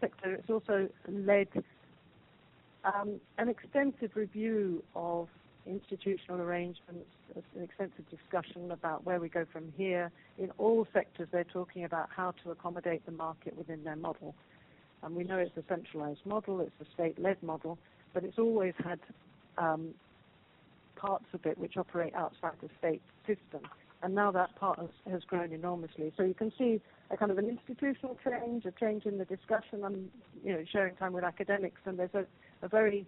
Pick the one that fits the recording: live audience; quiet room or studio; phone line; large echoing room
phone line